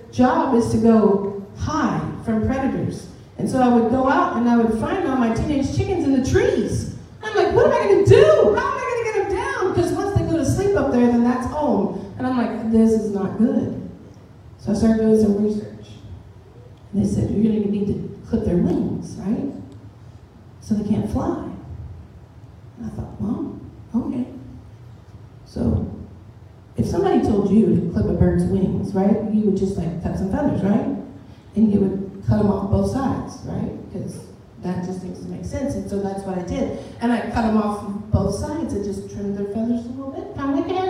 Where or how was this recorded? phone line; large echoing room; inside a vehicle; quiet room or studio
large echoing room